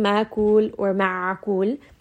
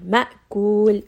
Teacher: this is Hamza, which has shidda, meaning that there is no sound flow at all. · Shown in: second take